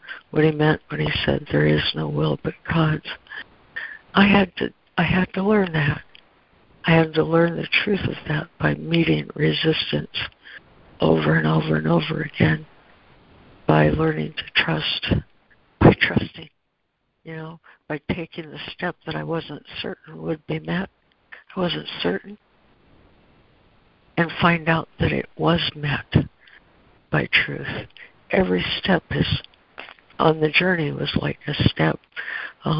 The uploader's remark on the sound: ACIM Daily Conference Call.